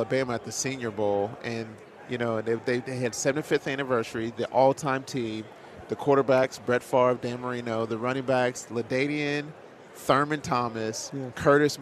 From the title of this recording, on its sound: live from Super Bowl Radio Row